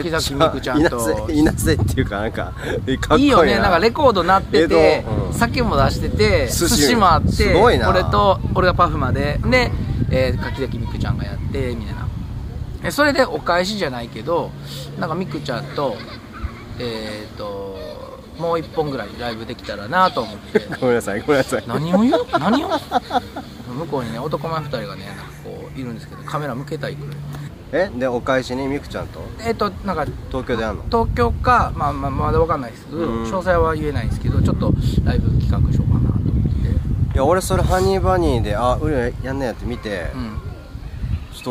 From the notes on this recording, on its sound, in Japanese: お外で収録してみました！